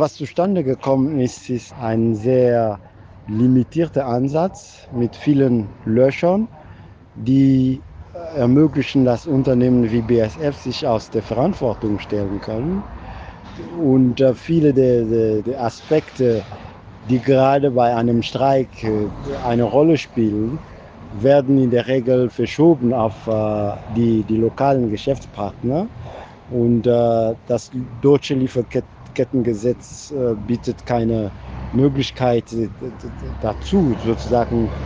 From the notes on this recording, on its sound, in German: Kundgebung bei BASF. Er ist vor Ort auf der Kundgebung, während der südnordfunk von Freiburg aus per Sprachnachricht Fragen stellt.